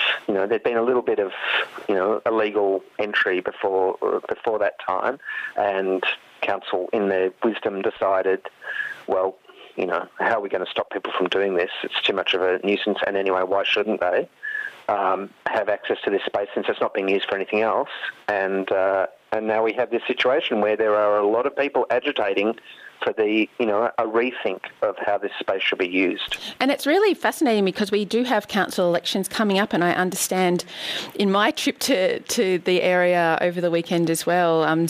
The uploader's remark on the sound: is joined on the line